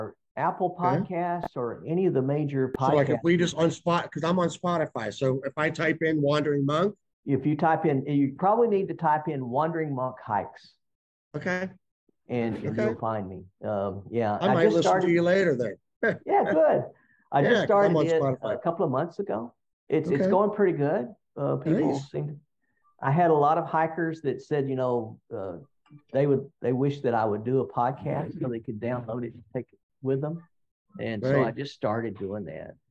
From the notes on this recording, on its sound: We sat together over a video teleconference and talked about hiking.